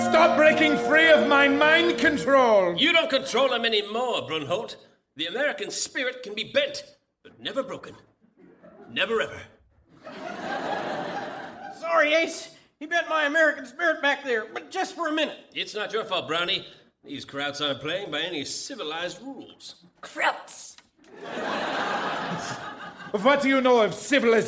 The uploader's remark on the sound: Recorded Live 1/8/2011 at Largo, Los Angeles.